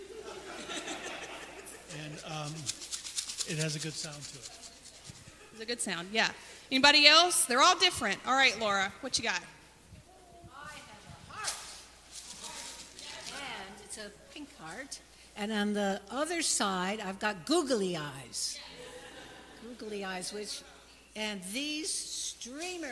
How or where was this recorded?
large echoing room